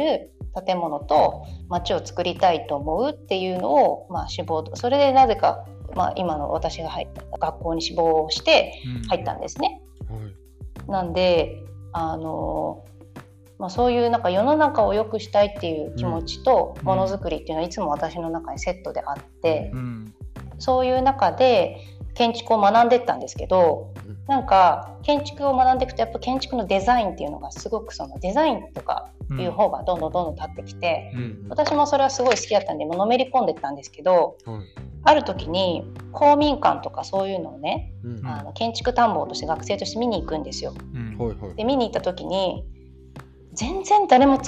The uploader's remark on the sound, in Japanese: 機材不良のため、定期的に雑音が入りお聞き苦しい箇所がございます。